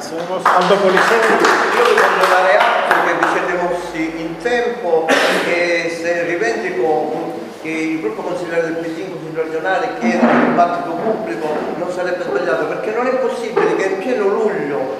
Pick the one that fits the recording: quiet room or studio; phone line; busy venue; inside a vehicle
busy venue